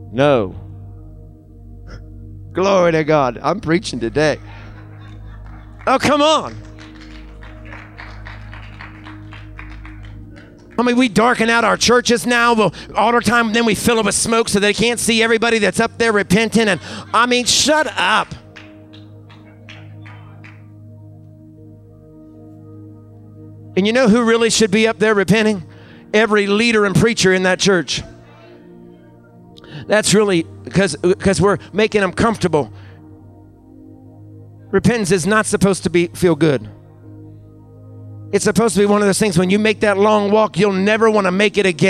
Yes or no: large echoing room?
yes